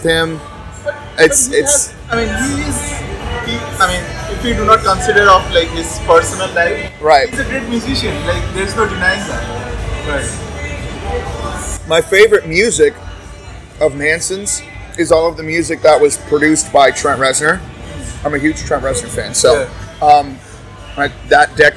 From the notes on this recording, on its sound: Excuse the background noise.